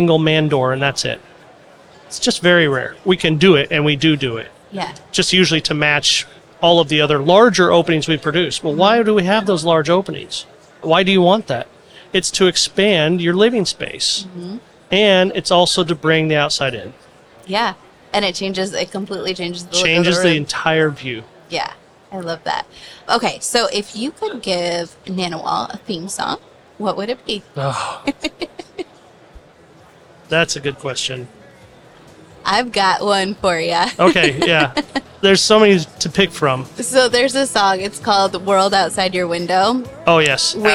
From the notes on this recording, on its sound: A23 Live. In this A’23 on location episode.